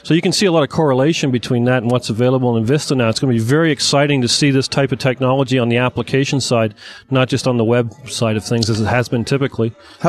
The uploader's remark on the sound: Live from the Canadian Vista Launch Events!